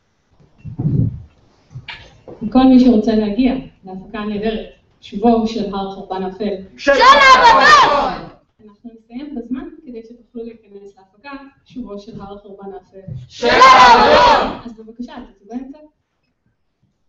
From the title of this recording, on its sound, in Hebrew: פרק מול קהל חי בכנס עולמות